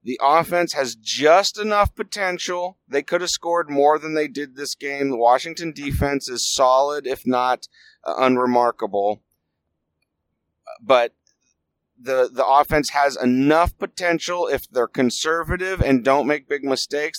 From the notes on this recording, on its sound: Here’s the podcast I recorded on the road home. Can you tell I was yelling at lot at the game?